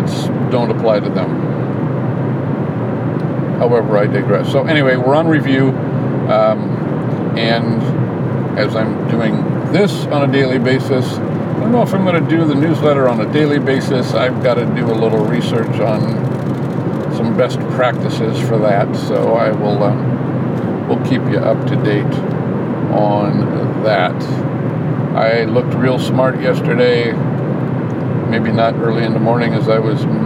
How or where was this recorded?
inside a vehicle